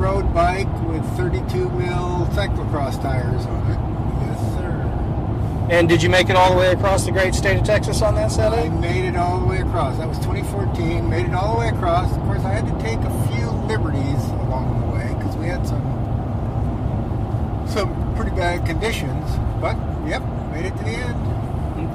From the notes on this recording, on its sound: While driving around scouting routes. Forgive the background noise at first, it does get better a couple of minutes in.